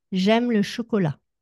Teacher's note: So the two words, chocolate and chocolat, sound similar, except in French, okay, we have a silent T. It is spelt with a T in the end, but it's not pronounced.